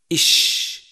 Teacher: يخرج حرف الشين من وسط اللسان مع ما يحاذيه من الحنك الأعلى إش، وهو من الحروف الشجرية نسبة إلى شجر الفم.